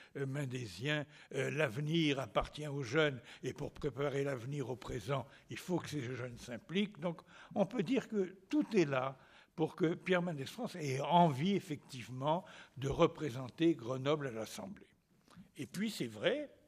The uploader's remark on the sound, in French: Conférence à l'Assemblée nationale.